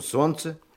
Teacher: в середине этого слова есть еще буква «Л», только она не произносится · Term: непроизносимые согласные